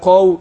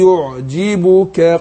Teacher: القاف حرف مستعلي حرف مفخم، والكاف حرف مستفل مرقق، ده الفرق اللي بينهم.